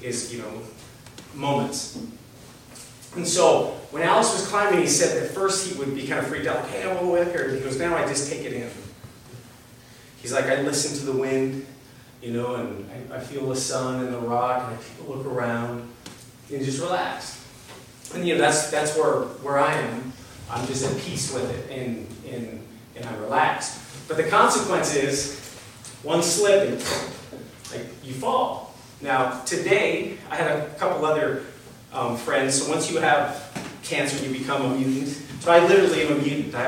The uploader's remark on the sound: A recording from a Story Night at Montana Gallery in Billings, MT, recorded on November 13, 2018. On this episode, you'll hear a recording from a Story Night at Montana Gallery in Billings, MT.